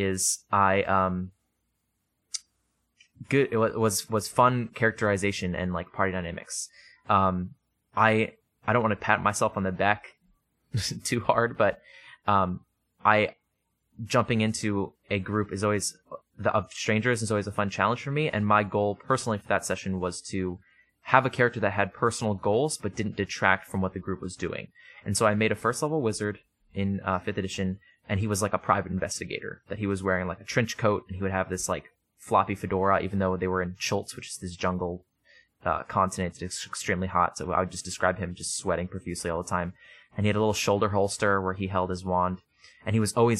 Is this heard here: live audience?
no